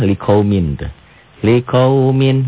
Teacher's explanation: N melebur pada huruf sesudahnya. · Term: Idgom biguna